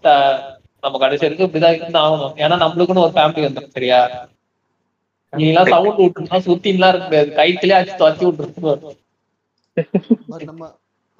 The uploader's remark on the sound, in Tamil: Audio quality konjam mosama than eruku sorry nanbergalee.